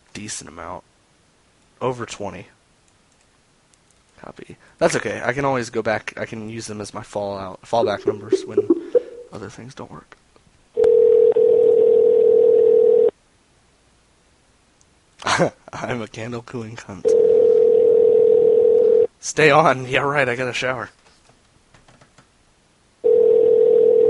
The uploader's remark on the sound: RBCP's Personal Prank Phone Calls Collection